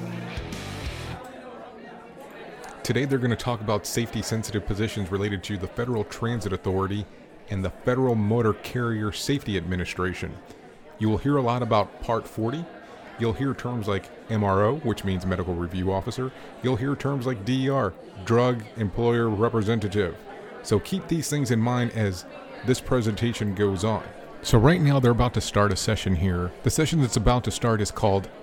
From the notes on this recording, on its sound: Today, we are at the 13th Annual FTA Drug and Alcohol National Conference.